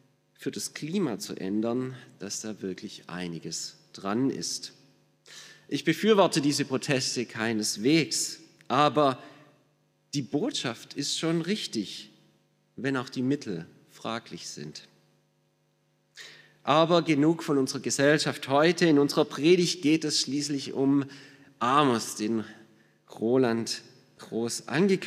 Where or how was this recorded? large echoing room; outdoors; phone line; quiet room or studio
large echoing room